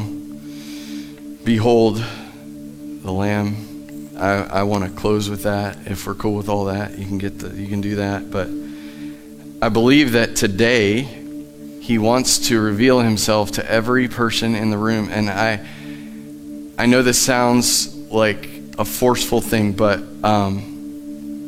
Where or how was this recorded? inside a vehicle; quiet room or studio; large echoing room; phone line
large echoing room